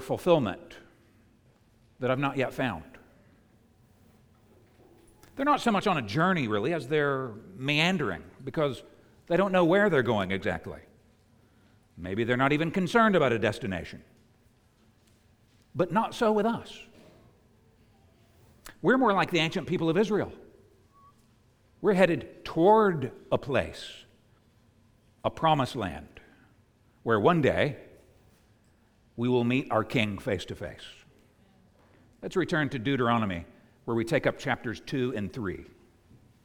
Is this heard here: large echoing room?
yes